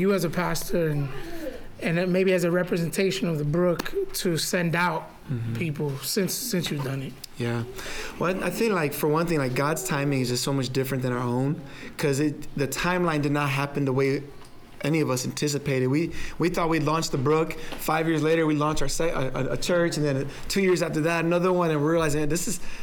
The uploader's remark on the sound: Together they recorded in front of a live audience at The Brook.